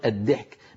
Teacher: بعضهم يحوله إلى دال مرققة كما نسمع في العامية، مثلا في كبلاد مصر مثلا بيقولوا الدحك بدل الضحك يقولون الدحك، بيضحك يعني بيضحك، فيخلبون الضاد دالا.